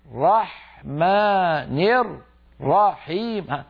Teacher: الراء المشددة فك الإدغام صار كل راء لوحدها · Term: تمطيط الشد